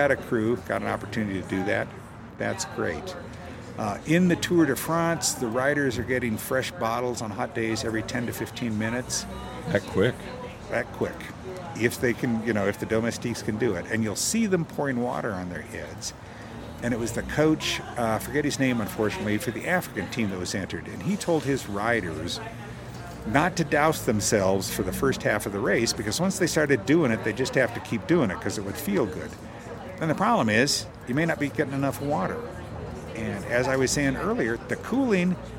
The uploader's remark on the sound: Our studio is under construction due to flood damage - we're outside so please forgive the truck and traffic noise.